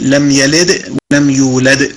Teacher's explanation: الدال ساكنة في الحالين، ولذلك هذه قلقلة وسطى حال الوقف عليها